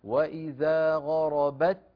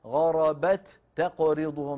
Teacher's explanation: التاء الأولى اللي هي غربت أدغمت في التاء الثانية اللي في تقرضهم، فصارت التاءان تاء واحدة مشددة · Shown in: first take · هكذا. وإذا غربت، ولا ننطق تاءين منفصلتين عن بعضهما، ما نقول غربت تقرضهم، لا، غربت تاء واحدة مشددة.